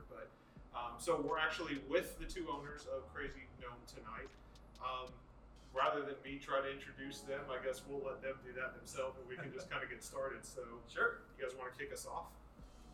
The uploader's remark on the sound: Crazy Gnome Brewery Interview - On site! The host's mics failed us and we failed to bring headsets to keep track of audio fupuckery.